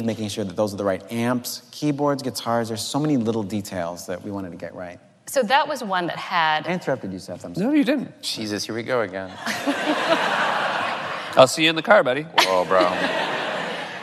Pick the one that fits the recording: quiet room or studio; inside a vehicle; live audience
live audience